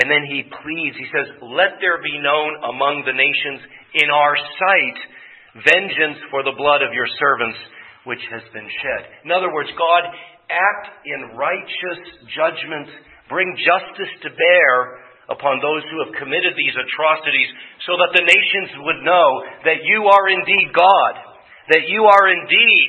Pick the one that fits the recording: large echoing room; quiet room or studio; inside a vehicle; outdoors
large echoing room